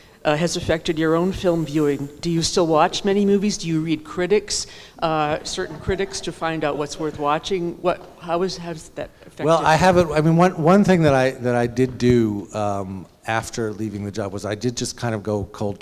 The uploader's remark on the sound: at the annual Word Literary Arts Festival in Blue Hill.